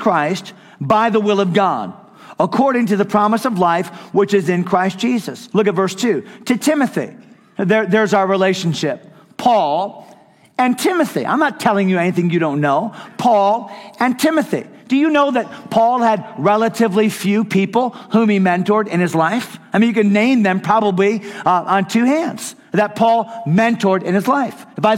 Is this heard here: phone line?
no